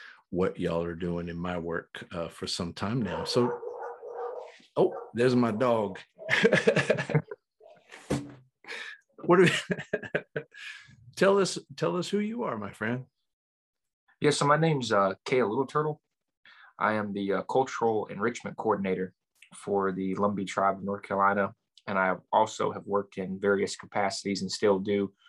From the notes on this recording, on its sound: Recorded 12.22.2021 from Raleigh, NC & Lumberton, NC on Zoom